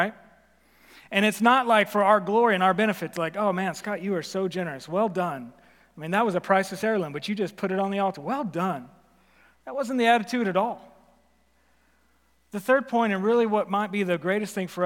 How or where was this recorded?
live audience